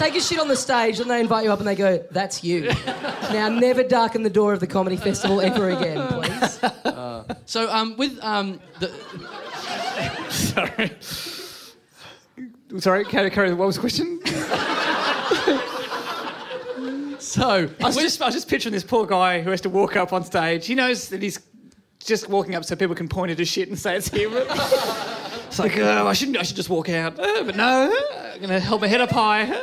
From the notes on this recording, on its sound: Recorded LIVE at Five Boroughs. As part of the Melbourne International Comedy Festival.